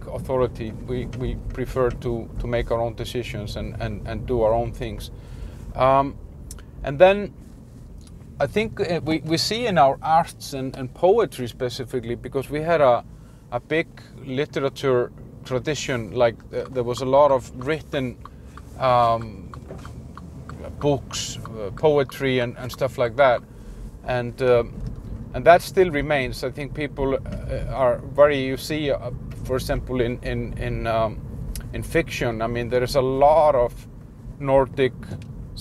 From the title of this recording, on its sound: Ranting in the Car